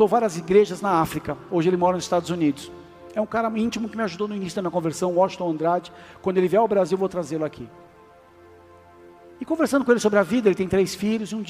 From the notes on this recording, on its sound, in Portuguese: Áudio extraído do culto da igreja Bola de Neve Porto Alegre, do dia 26/11/2023